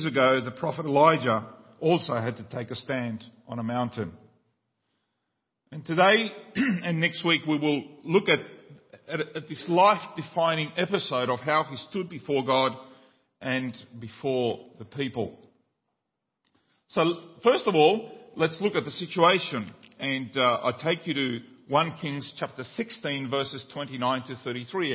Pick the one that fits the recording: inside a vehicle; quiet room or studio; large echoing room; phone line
large echoing room